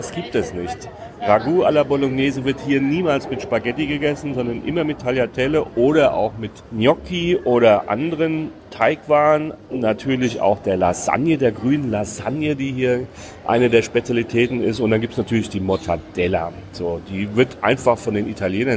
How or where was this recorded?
outdoors